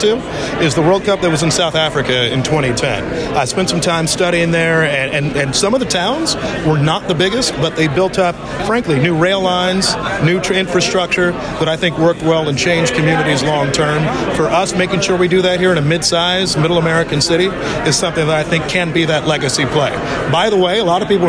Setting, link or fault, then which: setting, busy venue